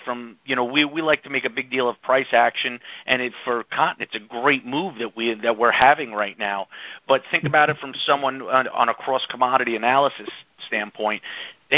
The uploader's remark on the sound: Monthly Cotton Conference Call.